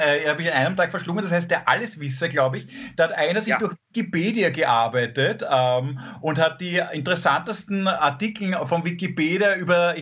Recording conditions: video call